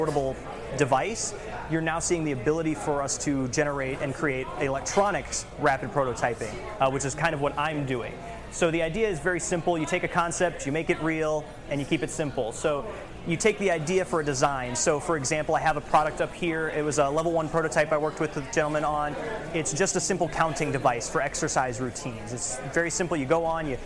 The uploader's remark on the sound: This recording is from a business networking event I hosted and produced a few years back.